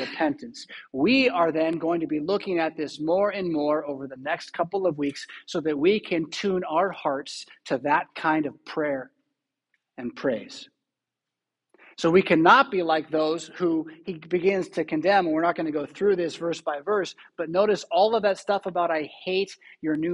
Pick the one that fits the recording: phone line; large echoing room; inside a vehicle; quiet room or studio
large echoing room